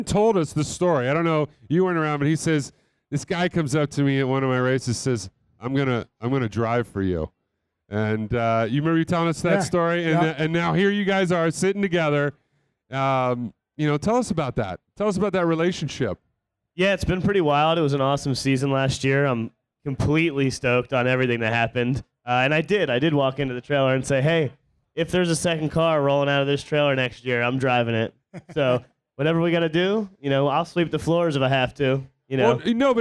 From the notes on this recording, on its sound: recording it live from the 2017 SEMA Show in Las Vegas